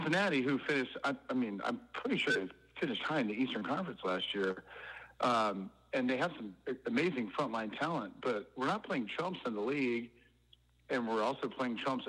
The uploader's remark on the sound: FAN CALL IN EPISODE